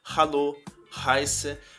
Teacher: Muita gente pronuncia esse H ele errado. O H antes tem um som de R, né, na garganta, como hallo, Heiße.